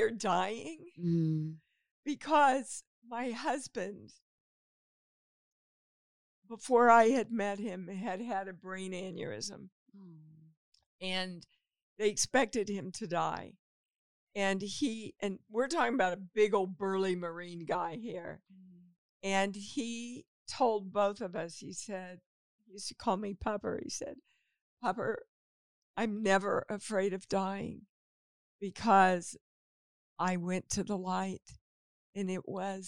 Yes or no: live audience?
no